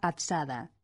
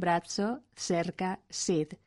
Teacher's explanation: El elemento D indica que la Z de azada es la contraparte sonora de la C sorda de cerca. Al pronunciar la D, la laringe vibra, como puede comprobarse tocando con los dedos la garganta.